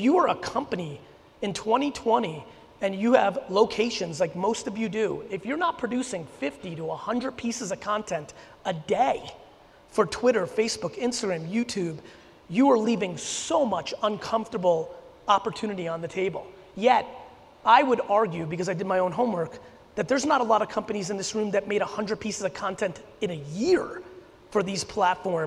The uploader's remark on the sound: A huge keynote and Q&A I did in Denver on October 15. A ton of very specific Q&A from the audience where I got real tactical.